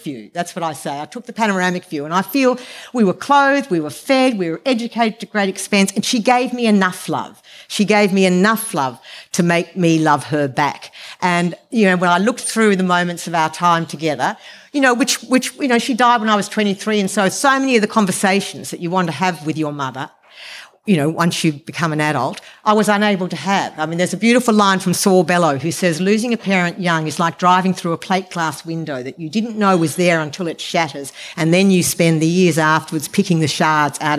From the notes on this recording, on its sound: Presented in partnership with Montalto. The event was recorded on Friday 16 June 2023 at Montalto.